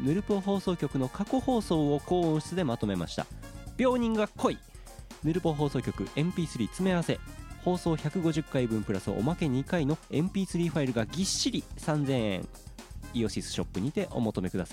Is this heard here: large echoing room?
no